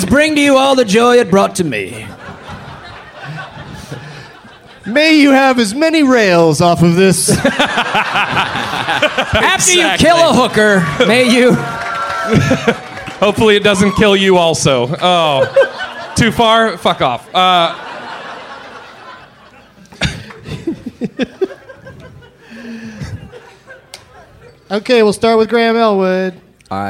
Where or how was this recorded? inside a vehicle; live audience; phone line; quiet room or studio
live audience